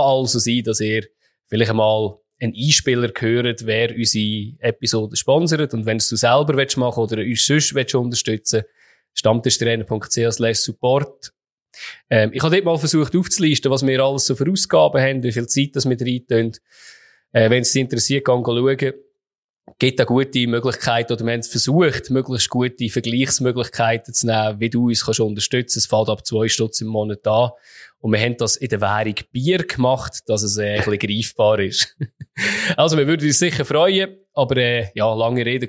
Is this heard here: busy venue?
no